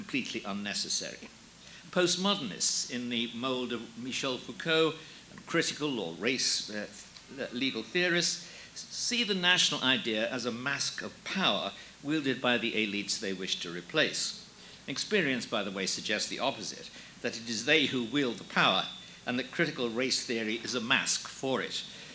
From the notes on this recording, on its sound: Audio taken from The New Criterion’s “Sovereignty or Submission” conference in Washington, D.